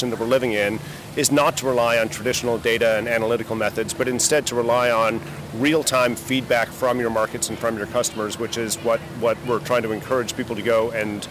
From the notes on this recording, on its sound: takes a walk on The Freedom Trail in Boston